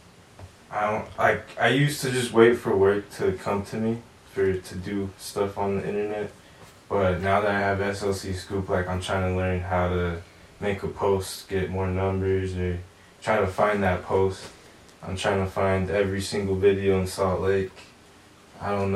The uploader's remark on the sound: So we had a little accident that caused us to loose audio luckily our cameras could pick up audio or microphones dont kick in to the episode until 28.